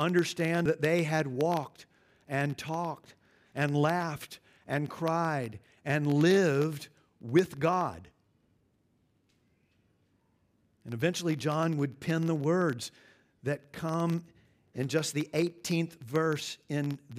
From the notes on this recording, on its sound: at Covenant Hope Church in Dubai, UAE